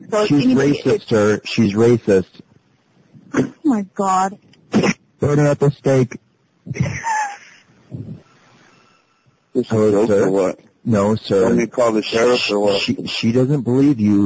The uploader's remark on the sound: RBCP's Personal Prank Phone Calls Collection